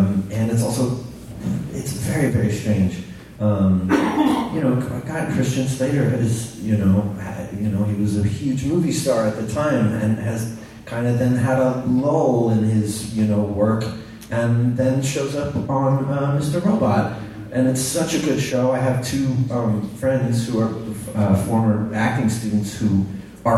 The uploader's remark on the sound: Live from Super FamiCon